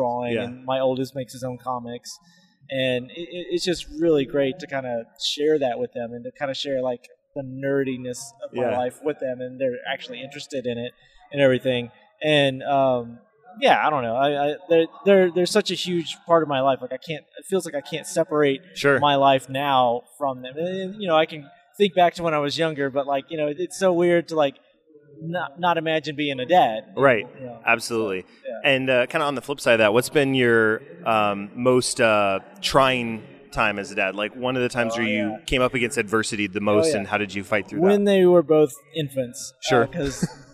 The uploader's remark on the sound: at Dallas Fan Expo 2018